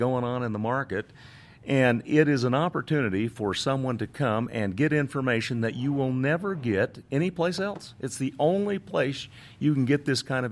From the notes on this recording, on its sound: This interview was recorded live at the Second Annual ACTS Conference in Salt Lake City, UT.